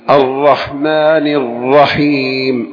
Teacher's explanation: الرحمن والرحيم شدتين على الراء